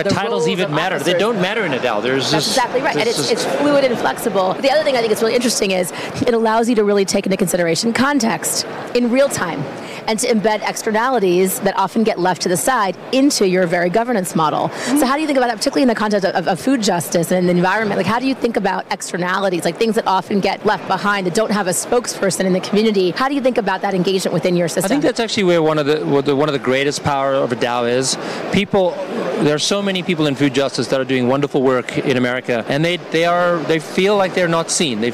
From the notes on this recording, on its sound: Live from Consensus in Austin, Texas